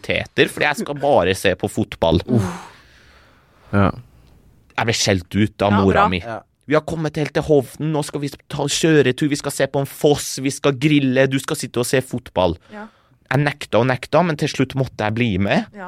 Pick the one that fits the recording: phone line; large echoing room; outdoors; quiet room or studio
quiet room or studio